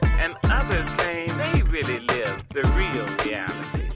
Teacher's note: Those long vowels that just stay with you, that don't quit, even though she's barely breathing